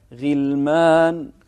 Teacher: انتبه للغين هني من أحرف الاستعلاء لكنها مكسورة تكون في أدنى مراتب التفخيم